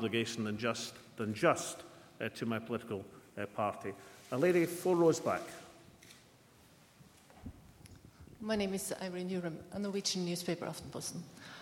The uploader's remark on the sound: press conference at Edinburgh Castle